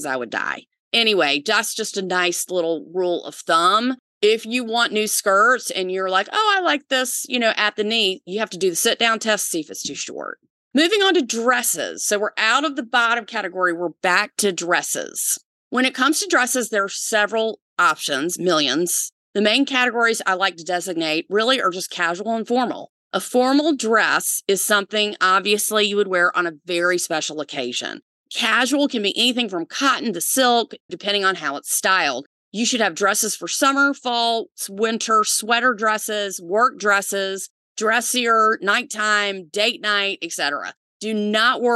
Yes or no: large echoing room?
no